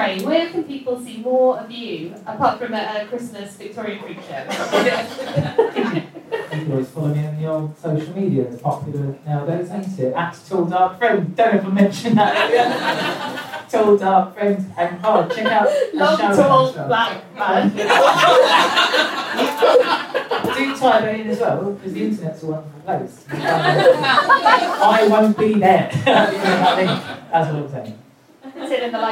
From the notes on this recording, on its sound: Live at Camden Fringe. Recorded live at 2 Northdown, this is the second of our Camden Fringe Live episodes!